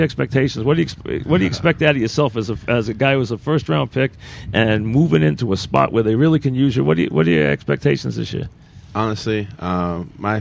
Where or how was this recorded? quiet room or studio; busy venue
busy venue